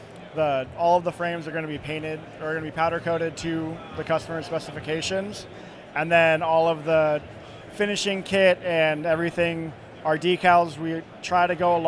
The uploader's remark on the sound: Made Handmade Bike Show. Here at the Maid show.